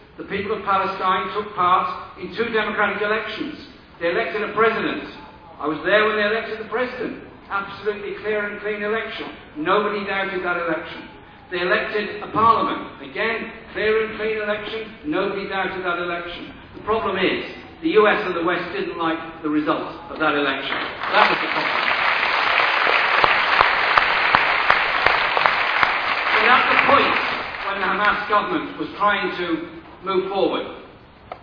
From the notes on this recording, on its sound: speech to 1500 people at the Stop the War meeting held at Friends Meeting House, Euston, London, Monday July 17th 2006